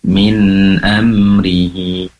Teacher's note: perlu ditambah durasi penempelan ujung lidah bagian bawah ke langit-langit, yaitu tempat keluarnya huruf nun, lebih lama. Min amrihi, pastikan tidak ada pantulan minna, nah, seperti itu.